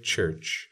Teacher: when I say church, I'm stopping and then I'm exploding into friction. · Term: affricate